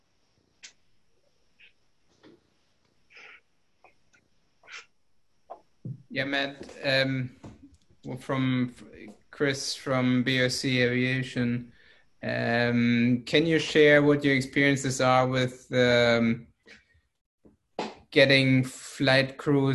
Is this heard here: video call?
yes